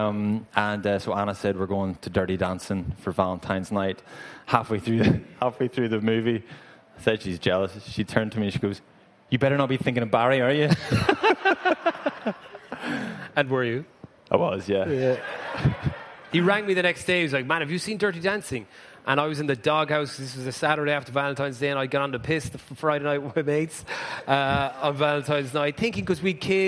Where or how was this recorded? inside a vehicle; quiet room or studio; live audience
live audience